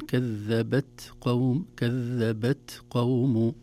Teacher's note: التاء حرف شديد لكنه فيه همس، وهمس الحرف الشديد لا يطول زمنه بل يكون في مخرج الحرف، خاصة في نهاية مخرج الحرف